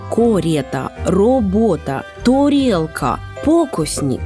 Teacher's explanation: Самого яркого выражения «оканье» достигло в Сибири, где даже безударное письменное «а» обычно произносилось как «о».